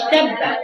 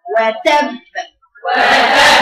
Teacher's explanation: مش تب مش تب يعني كده عكس الصفه تماما لان الباء فيها جهر ما ينفعش اخليها فيها هواء · Shown in: second take